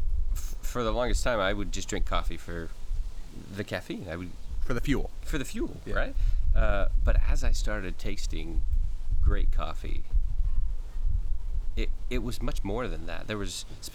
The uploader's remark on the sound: This episode was recorded outdoors, sound quality suffers somewhat.